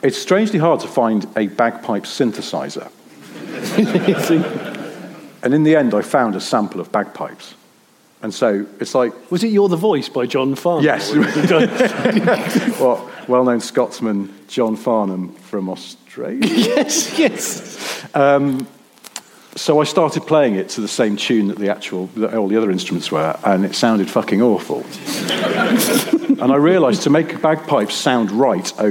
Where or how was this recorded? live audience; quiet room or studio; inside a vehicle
live audience